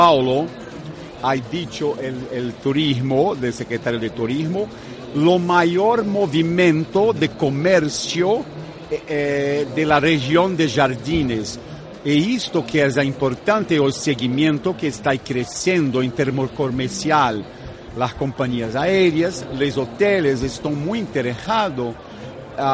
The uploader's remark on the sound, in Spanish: Pontechueca radio ha sido este año la emisora oficial de Fitur Gay LGBT. Por nuestro especial en directo desde el IFEMA, han pasado diversos destinos y empresas que estuvieron allí presentes.